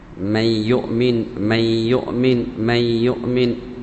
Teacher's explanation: من يؤمن، كأن حرف واحد الياء فقط · Term: إدغام النون الساكنة